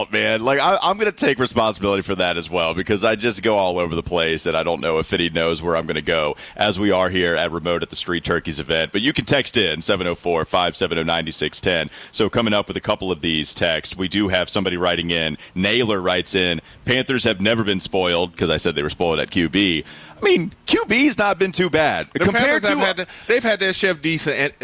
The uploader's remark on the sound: live from today's Street Turkey's event live from Dog House